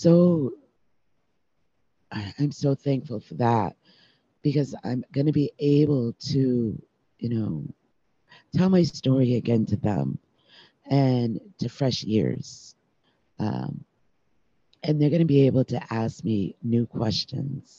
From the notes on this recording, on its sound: With the emotional component of this episode, it was recorded through zoom. Please bear with us as we perfect the audio along with the visual component going forward as we move into next season.